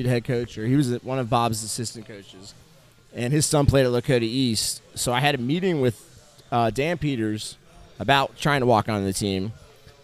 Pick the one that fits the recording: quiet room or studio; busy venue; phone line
busy venue